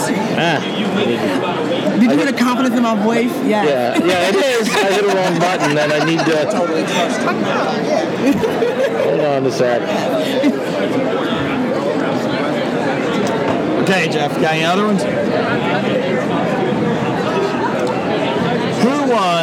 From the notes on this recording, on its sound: recorded at the 2017 Cincinnati Comic Expo